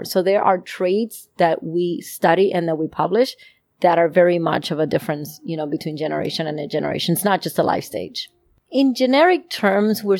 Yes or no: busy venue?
no